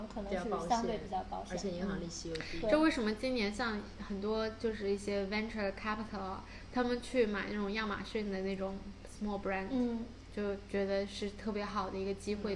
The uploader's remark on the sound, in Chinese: 本期因收音设备开小差，音质或有些许瑕疵。